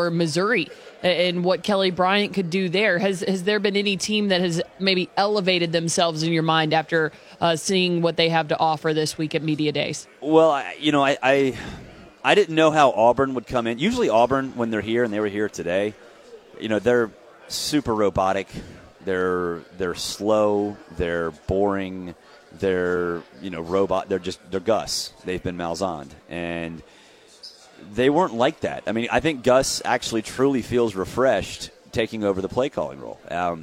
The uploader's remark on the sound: live from SEC Media Days in Hoover.